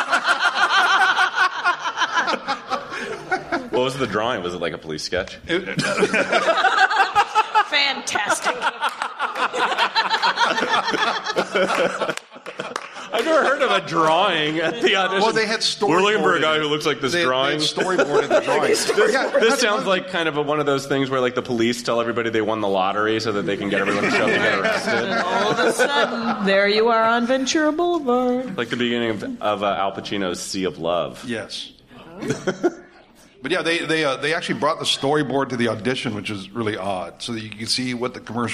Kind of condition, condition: setting, live audience